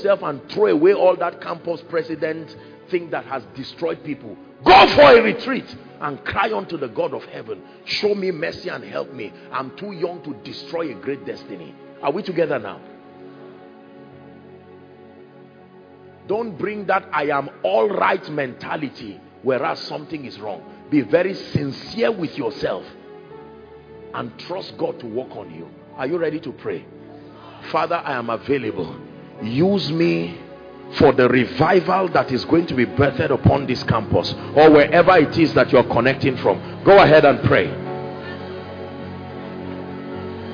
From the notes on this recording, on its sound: From Faith To Faith Conference, International Conference Centre, University of Ibadan 15th July, 2022.